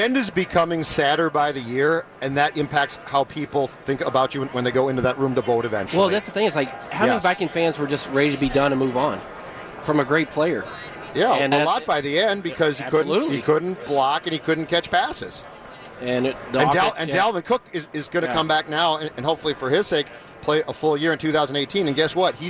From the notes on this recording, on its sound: live from Radio Row all week